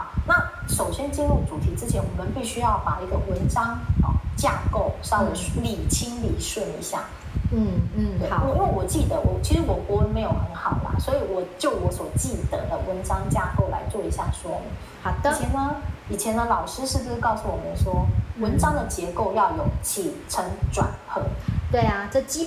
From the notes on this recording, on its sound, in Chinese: 後製時，發現有些雜音，聽起來沒那麼愉悅，還請聽眾們稍忍一忍